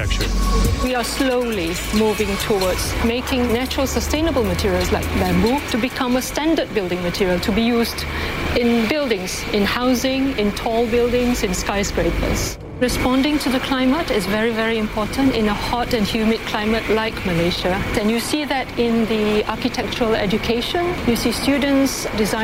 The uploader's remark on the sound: live from the New York Stock Exchange